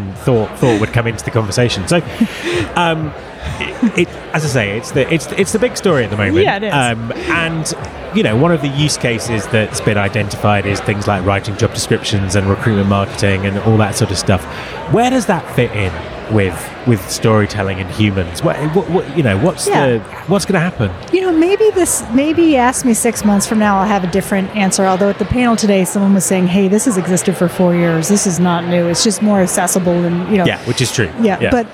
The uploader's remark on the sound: At the recent UNLEASH America conference.